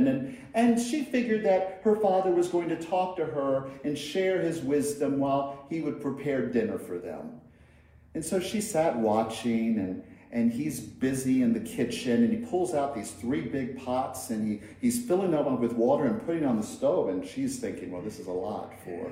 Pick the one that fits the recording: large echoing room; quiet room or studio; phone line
large echoing room